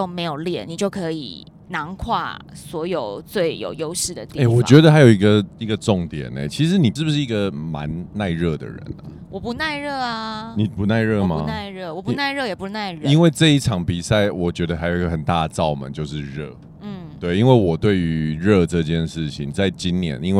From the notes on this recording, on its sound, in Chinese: 這集podcast又在賽道上收音了！在國之北疆衝線！東引軍事越野障礙賽。